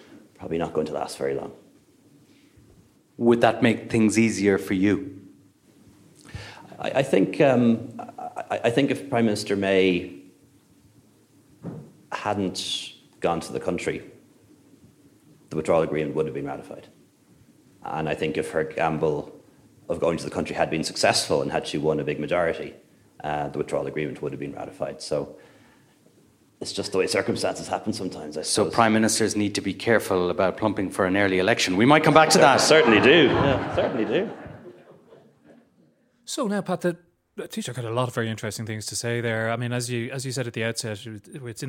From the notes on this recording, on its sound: The interview was recorded live at the MacGill Summer School.